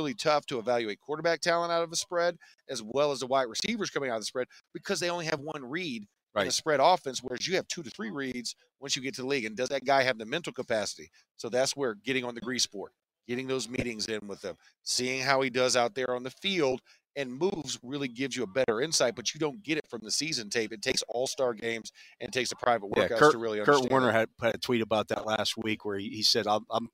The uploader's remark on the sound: The Drive LIVE from the NFL Combine.